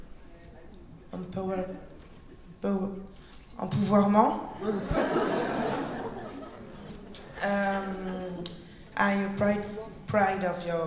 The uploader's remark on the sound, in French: Podcast complètement exceptionnel car enregistré à l'occasion de la convention Clouds Con Slay the vampire 5.